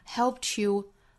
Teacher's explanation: help 尾部的这个 ed 呢读成轻辅音的 t，再跟 you 打手的 y 连读同化，读成一个 ch 的发音